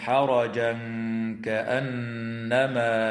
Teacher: ويخفى عند الكاف مع الغنة مرققة في قوله تعالى حرجا كأنما